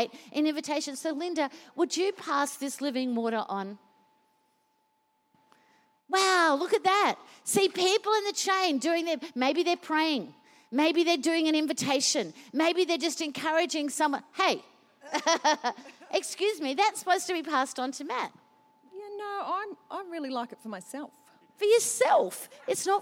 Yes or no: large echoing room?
yes